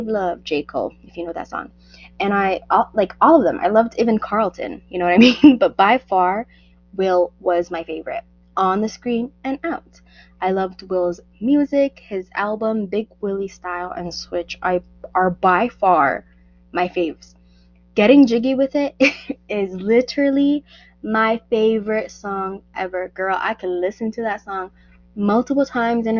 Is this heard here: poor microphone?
yes